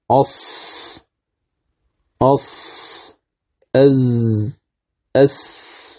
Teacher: وهي في القوة على هذا الترتيب، يعني أن أحرف الصفير ليست في مرتبة واحدة، وإنما أقوها الصاد أص، ثم الزاي أز، ثم السين أس. وقيل الصاد تشبه صوت الإوز، والزاي تشبه صوت النحل، والسين تشبه صوت الجراد. · إذن هذه الصفة الأولى، فالقارئ يلاحظ عند النطق بالصاد والزاي والسين ملاحظ هذه الصفة، وهي الصفير